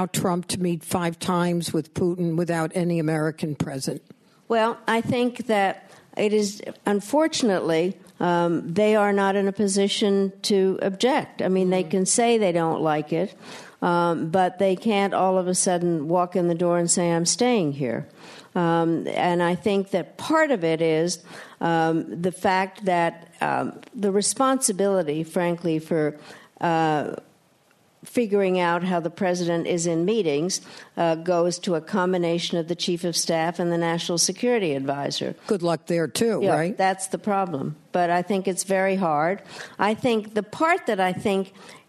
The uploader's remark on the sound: Inside the Q&A session of RJ Julia's recent live event. At the Yale School of Management.